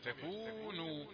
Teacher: أريد أن تضبط المد في تكونوا، المد الثاني بقدر المد الأول، هو مد طبيعي